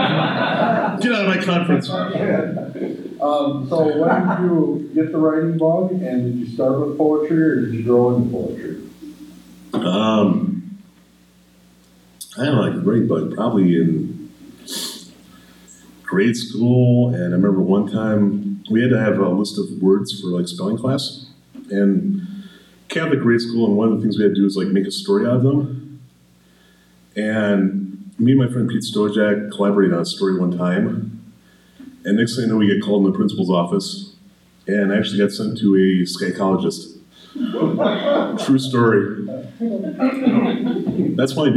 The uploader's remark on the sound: This presentation was recorded December 6th, 2018 at the McMillan Memorial Library.